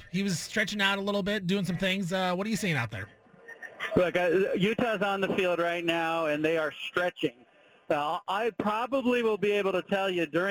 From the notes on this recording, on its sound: calls in live from Salt Lake City and Rice Eccles Stadium